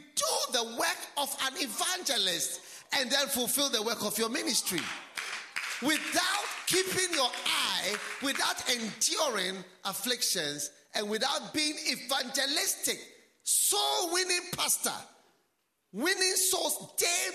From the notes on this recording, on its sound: Preached at the Healing Jesus Campaign Pastors' Conference in Chereponi, North-East Region of Ghana